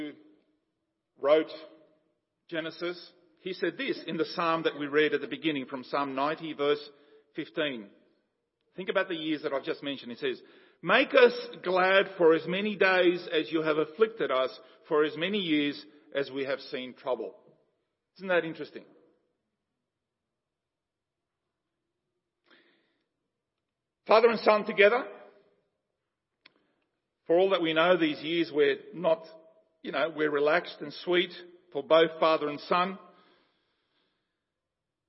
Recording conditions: large echoing room